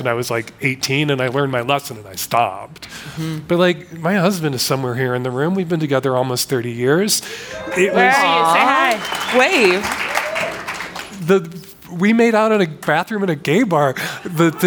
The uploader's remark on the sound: In this panel from the 2023 Aspen Ideas Festival. Moderates the conversation and carefully chooses questions from the audience.